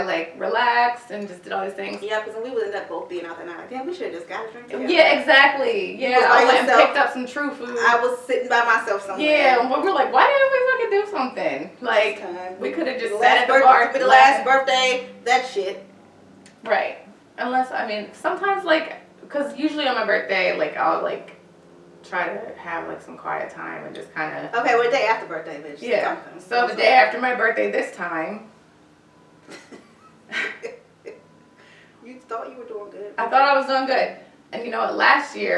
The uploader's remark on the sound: Also, the sound quality is a little off because I ran out of space on my hard drive.